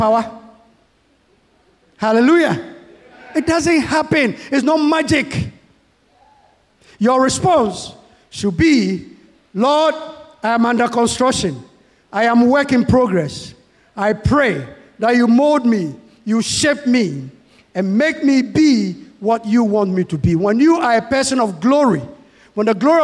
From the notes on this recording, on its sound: Sermon preached at CBC